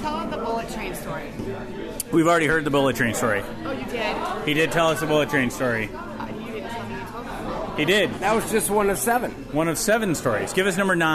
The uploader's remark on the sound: This episode the guys are recording during their Boot to Boot event that happened June 29th, 2019. The Flying Boots and Wings of Tacoma.